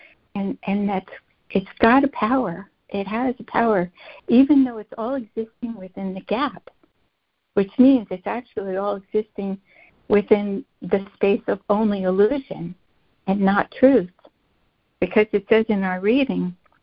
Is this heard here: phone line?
yes